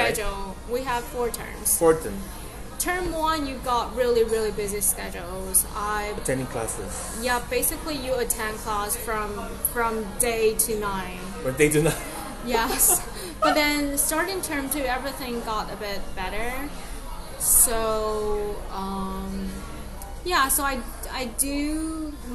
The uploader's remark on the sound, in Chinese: 這是一集極具挑戰性的一場錄音。它發生在早上九點的早午餐，它更發生在人聲鼎沸的餐廳之內；又再一次，我為錄音品質感到抱歉XD。錄音編輯後製：完全沒有。